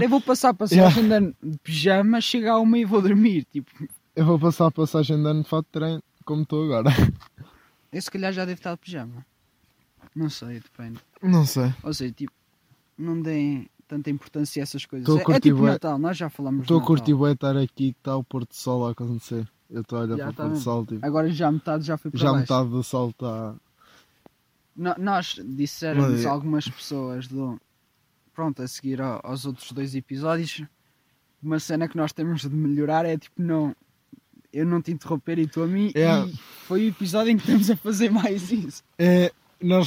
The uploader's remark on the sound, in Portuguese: gravado no meio da serra ao pôr do sol